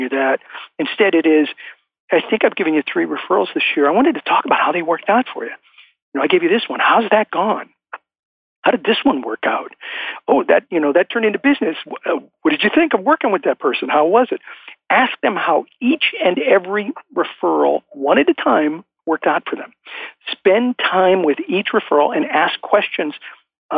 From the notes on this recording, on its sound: I am coming to you from Live Oak Recording Studio in Berkeley, California. I am joined on the phone today.